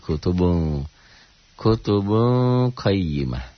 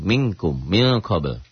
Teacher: Nun mati atau tanwin saat berhadapan dengan kaf atau kof, engnya banget. · Term: ikhfa